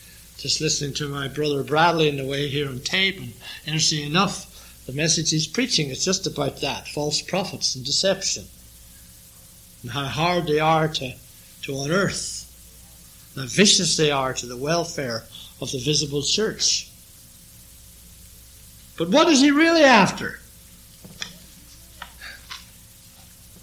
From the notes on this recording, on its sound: This sermon was preached during the evening sermon